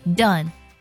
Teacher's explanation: 它是属于一种短促有力的状态，它呢一定不能拖音 · Term: 小口尖尖 a 的音